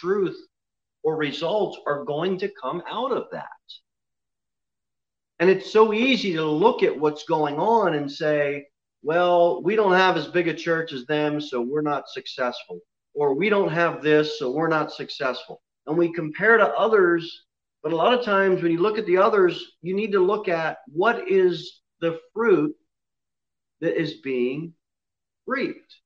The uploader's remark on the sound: Sermon delivered at Pilgrim Baptist Church on Sunday, May 30, 2021, at 11:15 am. Jere Whitson Rd.